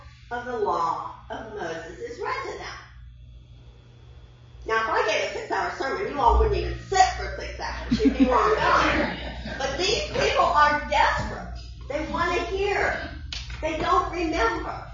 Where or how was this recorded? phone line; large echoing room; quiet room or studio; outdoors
large echoing room